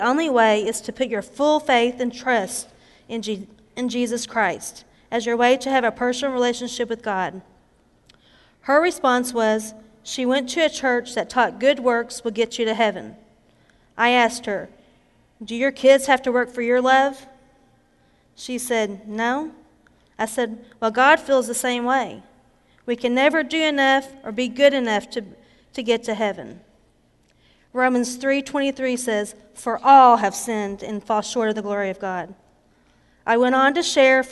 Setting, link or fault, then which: setting, large echoing room